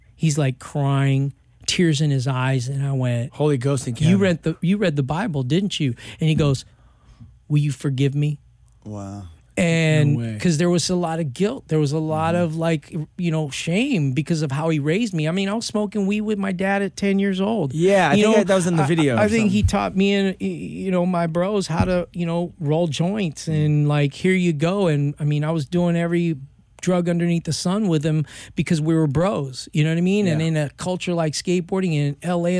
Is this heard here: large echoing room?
no